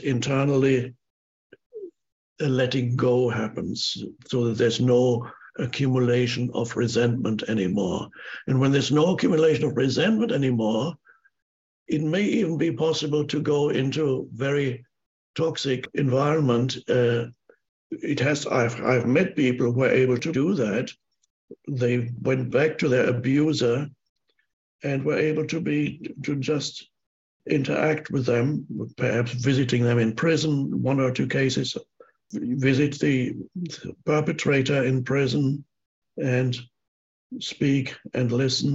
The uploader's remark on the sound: answers questions from a virtual audience around the world